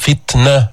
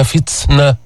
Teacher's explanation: حرف شديد التاء، جبت الشدة بعدين طلعت النفس، جبت الهمس · Shown in: first take · فتنة وليس فتسنة، شبه سين أو سين، لا غلط.